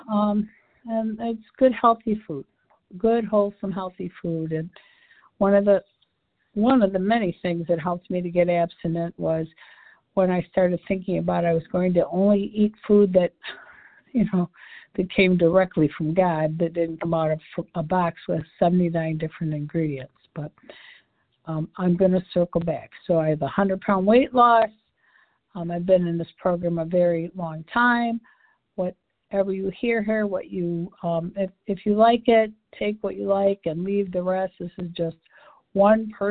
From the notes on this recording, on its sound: 100 Pounders Phone Meeting